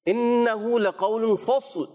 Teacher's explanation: تو صاد جو ہے کیا کرنا ہے، صاد انہ لقول فصل، صاد کو ہم نے موٹا رکھنا ہے، صاد بھی ساکن لام بھی ساکن